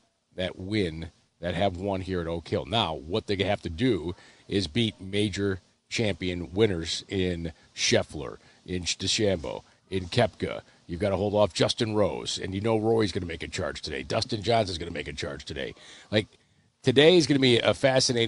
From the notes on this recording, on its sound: Live from the PGA Championship at Oak Hill